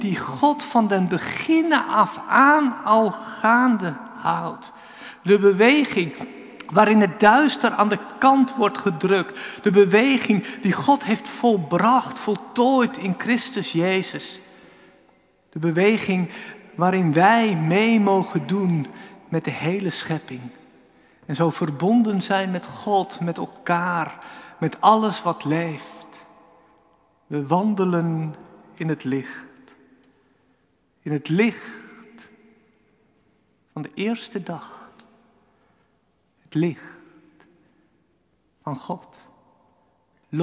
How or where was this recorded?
large echoing room